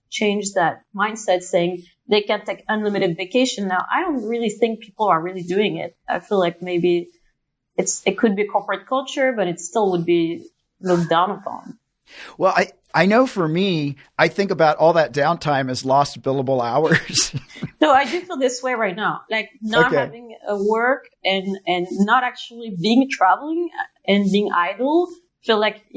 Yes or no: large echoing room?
no